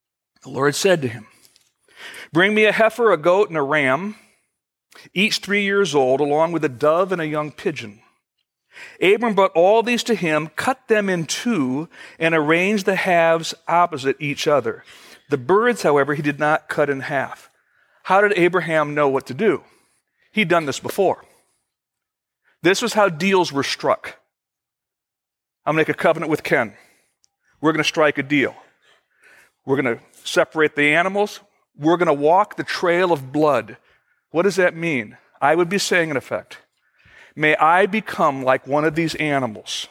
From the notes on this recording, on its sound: Originally recorded September 21, 2014, at Fellowship Missionary Church, Fort Wayne, IN.